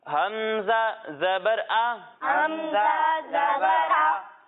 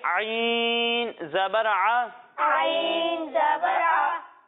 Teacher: ایک حرف ہے حمزہ اور دوسرا حرف ہے عین. جب ہم حمزہ کی ادائیگی کریں گے تو اسے حلق کے نچلے حصے سے پڑھیں گے، اور جب ہم عین کی ادائیگی کریں گے تو اسے حلق کے درمیانے حصے سے پڑھیں گے